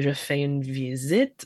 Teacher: il y a le relâchement des voyelles hautes.